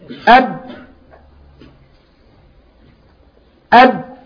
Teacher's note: الشفتين، مخرج الباء الشفتان